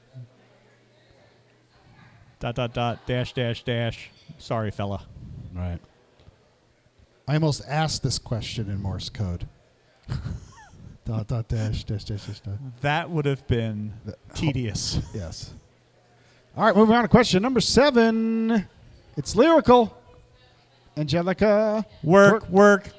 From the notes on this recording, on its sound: Live from the Glenbrook, it's a bonus game all about beer and Glenbrook Brewery to celebrate one year in their new location at 95 Morris St in Morristown, NJ!